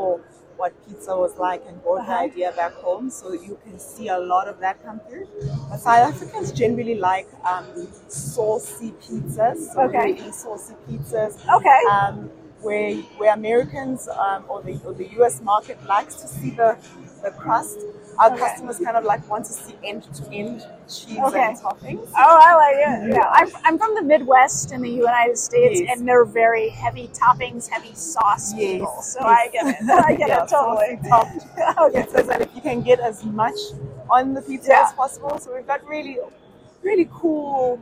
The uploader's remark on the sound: This week, we bring you more of Pizza Expo Sessions on The Hot Slice Podcast from the show floor at Pizza Expo. Be patient with the sound.